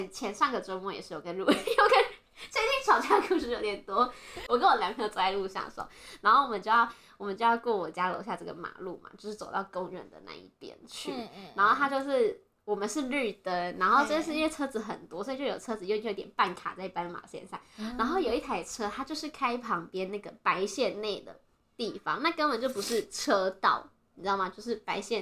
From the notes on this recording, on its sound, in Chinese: 還買不起第2支麥克風，音質請見諒